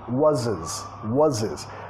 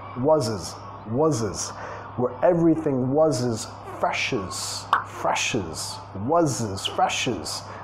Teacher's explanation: Sonido Z al final de was, y vinculando